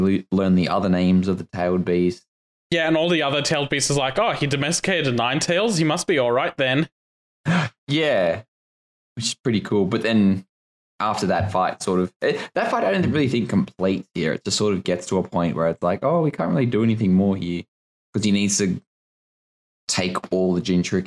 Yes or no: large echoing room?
no